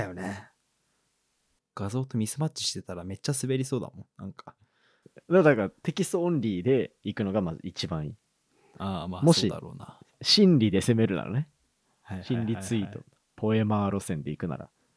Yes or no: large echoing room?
no